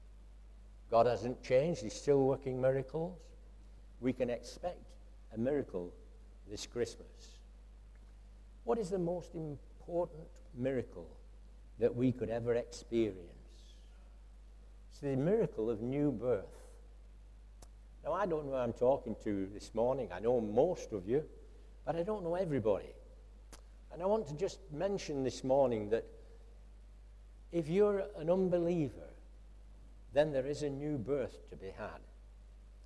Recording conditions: large echoing room